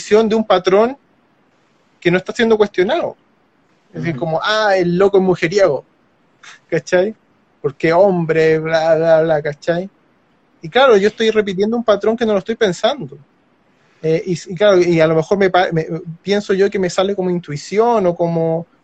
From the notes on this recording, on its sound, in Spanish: una conversación sostenida en Instagram Live